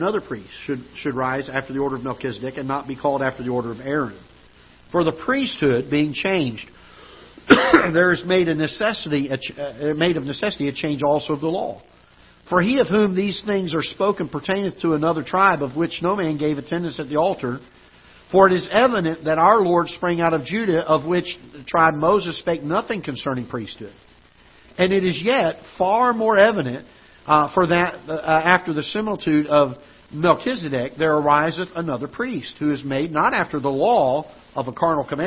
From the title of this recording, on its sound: Ketha Heights Baptist Church ~ Live Broadcast